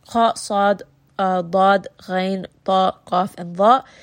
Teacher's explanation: You raise the back of the tongue and the sound becomes heavy. So you are doing isti'ala, you are raising that tongue.